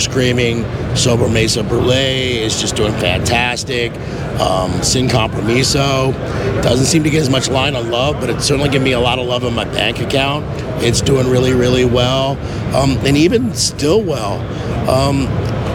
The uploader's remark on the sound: PCA 2023. It was no surprise that the Dunbarton booth was bustling with activity. As he gave us a 36-minute interview at PCA.